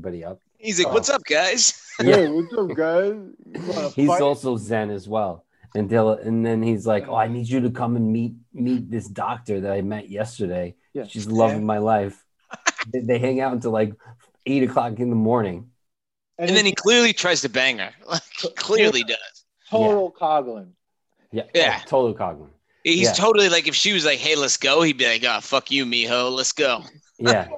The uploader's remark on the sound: We recorded this on November 2nd, 2020 on Zoom so there are some small sound discrepancies